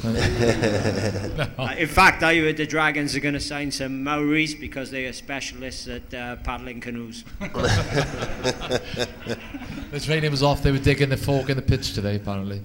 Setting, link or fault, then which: setting, live audience